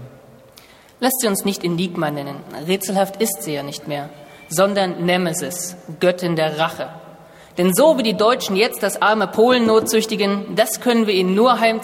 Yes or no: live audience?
yes